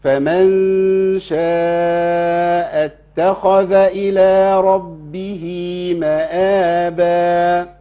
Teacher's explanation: عندنا التاء عليها إيه؟ شدة يعني هجيب تاءين اتنين